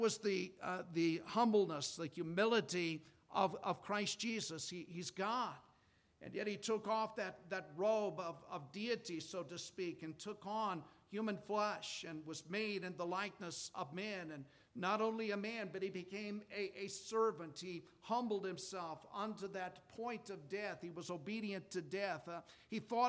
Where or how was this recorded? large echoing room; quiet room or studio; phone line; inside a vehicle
large echoing room